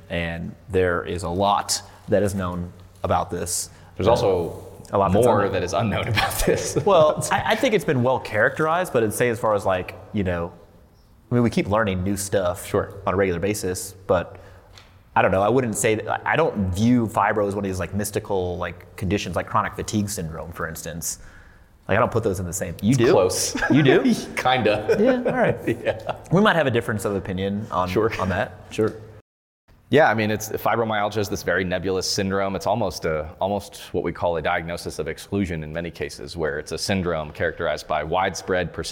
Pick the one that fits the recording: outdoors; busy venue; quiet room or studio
busy venue